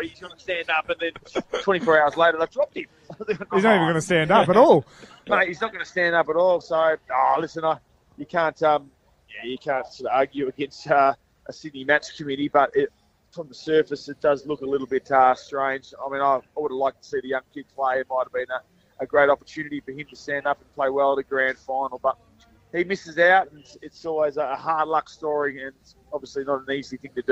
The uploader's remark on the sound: LIVE From The Lancelin Buskers Festival! In Lancelin, WA.